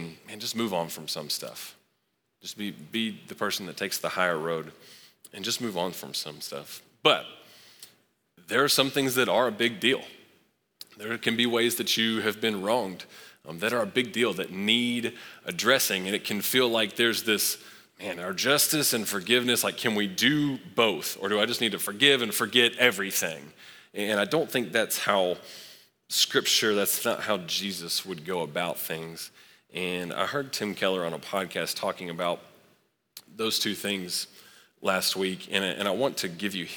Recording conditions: large echoing room